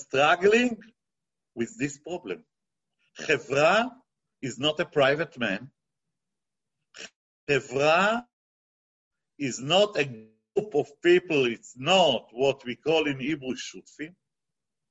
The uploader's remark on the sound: This ZOOM presentation.